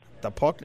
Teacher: His pronunciation of puck is also quite back.